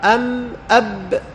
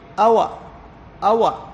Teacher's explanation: الفاء تخرج من أطراف الثنايا العليا مع باطن الشفة السفلى، والواو والباء والميم تخرجان من الشفتين، الباء والميم بانطباق والواو بانفراج · الباء والميم تخرج من الشفتين بانطباق